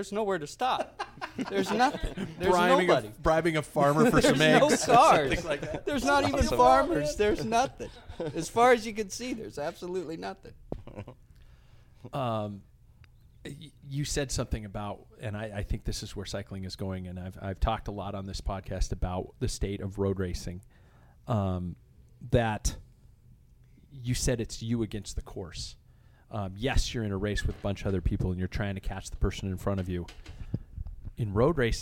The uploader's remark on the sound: On location at MOJO Cyclery in Spokane Valley, WA.